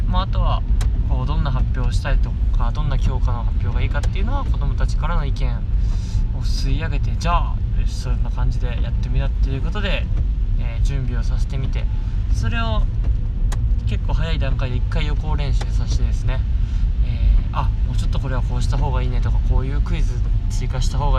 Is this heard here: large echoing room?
no